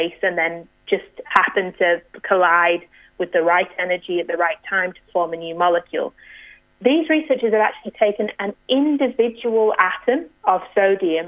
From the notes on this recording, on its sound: needed to call in from home